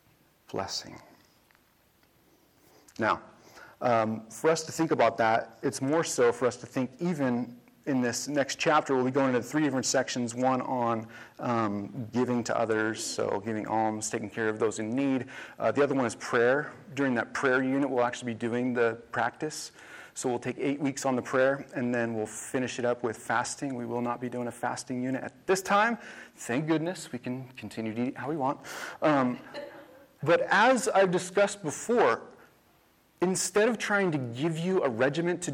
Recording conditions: large echoing room